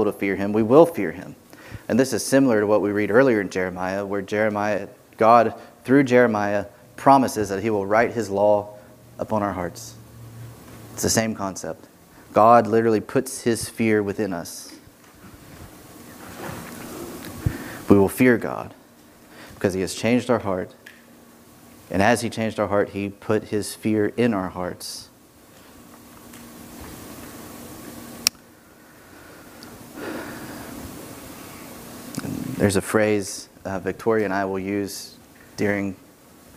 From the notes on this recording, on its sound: This sermon was preached on Sunday, June 20, 2021 from the pulpit of Grace Community Church in Berea, KY.